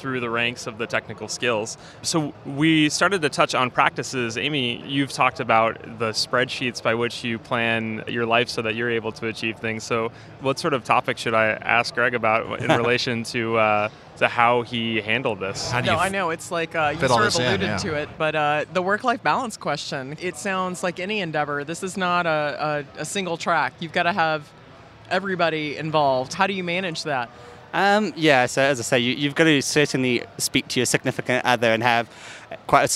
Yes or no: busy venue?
yes